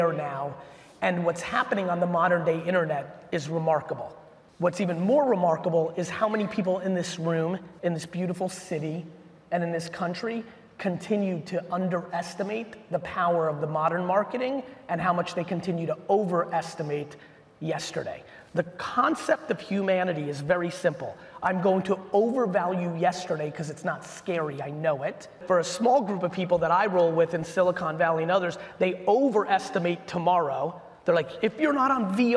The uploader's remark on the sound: a Keynote in 5 recap from a recent keynote I gave in Houston, Texas for Sonic Automotive